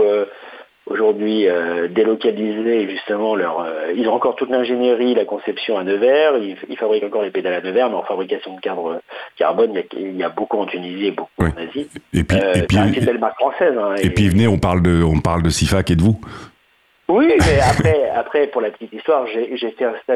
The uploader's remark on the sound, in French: En plateau – au téléphone